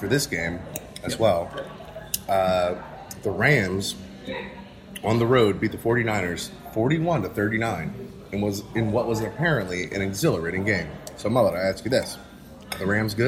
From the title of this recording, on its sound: LIVE from Brunch!